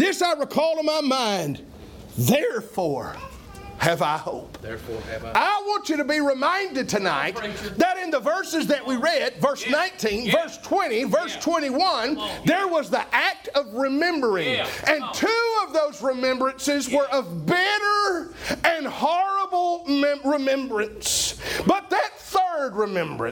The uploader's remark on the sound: was preached October 31, 2021 at Triumphant Baptist Church in Athens, TN.